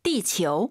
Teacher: 아유 사이에 오 넣어서 지구 발음 다시 한번